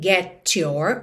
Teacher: Esse get your pode soar mais T, get your, ou get your também, às vezes soa meio ch, ch